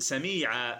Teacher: المد الرابع مد العوض، وهو التعويض عن تنوين النصب بألف عند الوقف